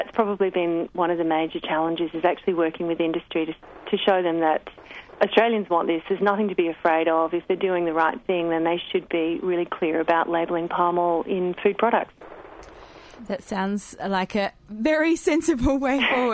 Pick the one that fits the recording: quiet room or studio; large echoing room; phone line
phone line